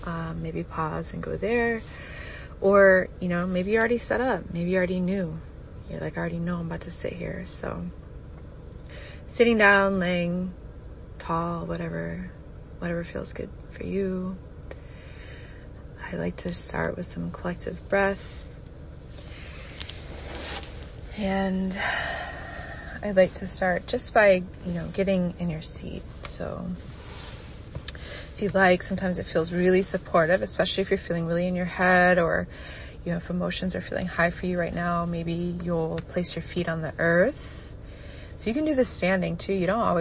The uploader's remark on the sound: I was unsure if I wanted to share this recording that I did hungover, tired, dehydrated, and right after work in my car. I record each episode in one take without a script and no edits.